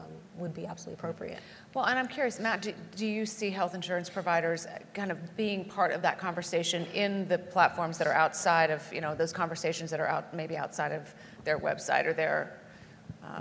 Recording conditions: live audience